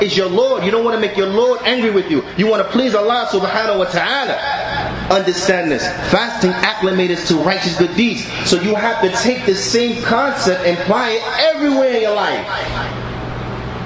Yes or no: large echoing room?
yes